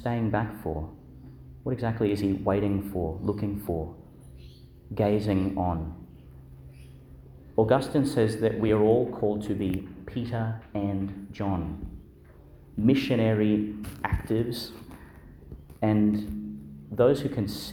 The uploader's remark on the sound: Delivered in Our Lady to Star of the Sea, Qld.